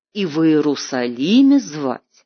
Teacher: форма с пропуском ударения на первом и втором сильном месте